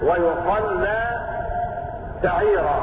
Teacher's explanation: ويصلى بضم الياء وتشديد اللام